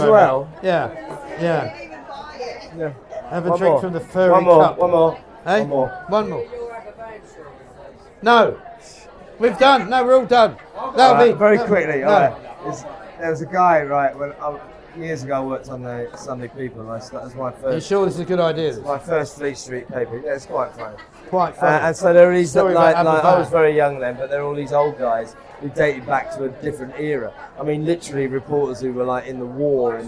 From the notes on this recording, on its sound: LIVE FROM THE HORSESHOE PUB